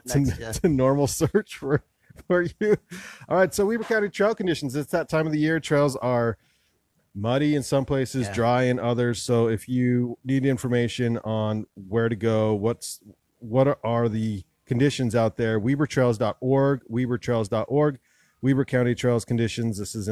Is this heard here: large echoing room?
no